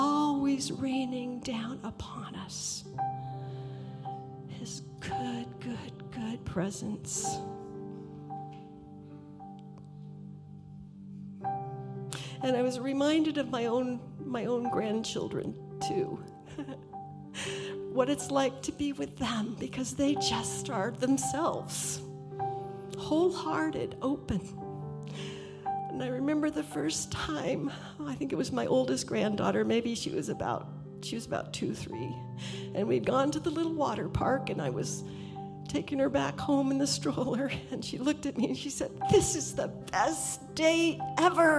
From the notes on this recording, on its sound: This is a recording of our complete service including communion and information about The Sound plans for July 2022.